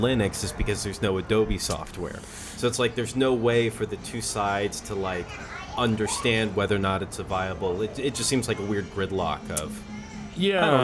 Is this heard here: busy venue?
yes